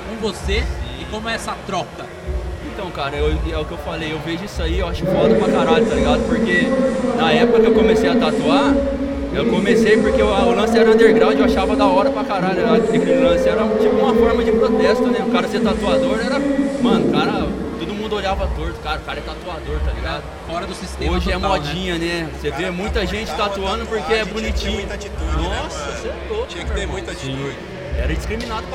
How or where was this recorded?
busy venue